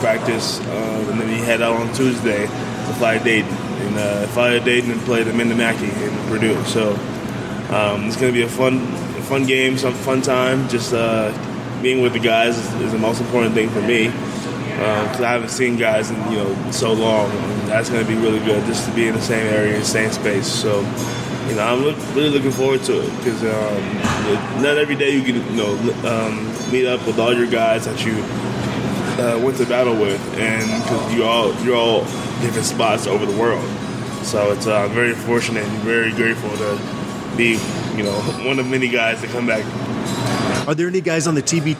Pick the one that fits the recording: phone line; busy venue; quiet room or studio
busy venue